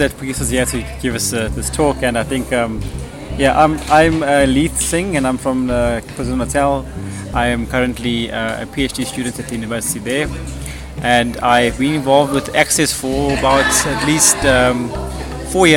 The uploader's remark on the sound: brought to you live from Vida E Caffe in Rondebosch